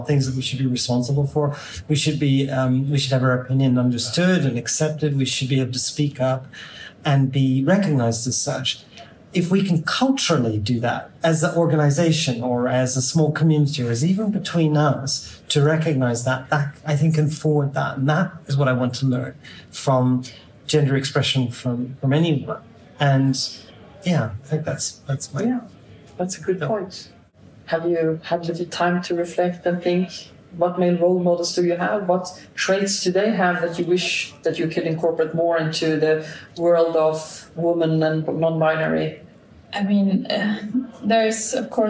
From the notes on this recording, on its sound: We report from the heart of the Skövde Game Conference, diving deep into a riveting panel discussion.